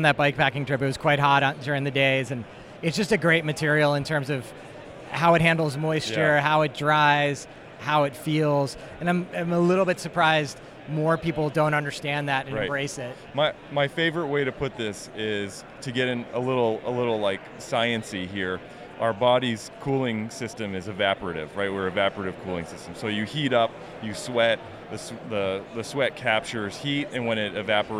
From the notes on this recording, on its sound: Made Handmade Bike Show. Here at the Maid show.